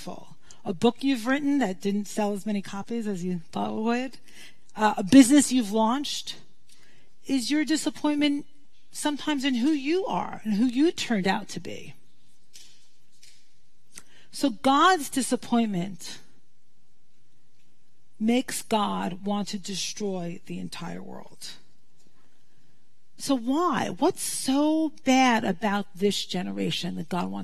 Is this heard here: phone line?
no